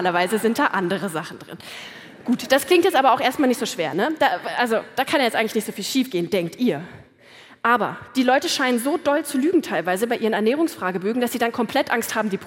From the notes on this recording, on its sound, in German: Hört hier ihren Vortrag vom Meisterschaftsabendvon der großen Bühne.